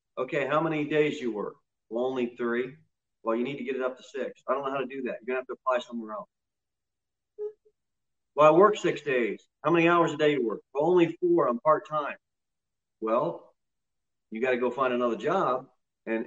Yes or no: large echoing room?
yes